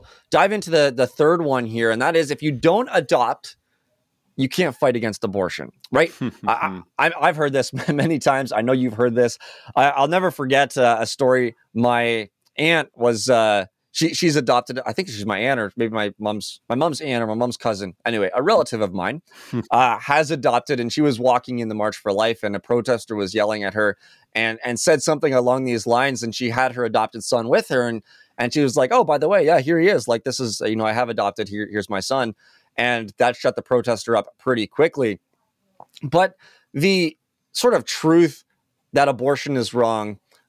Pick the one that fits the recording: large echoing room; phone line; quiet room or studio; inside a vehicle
quiet room or studio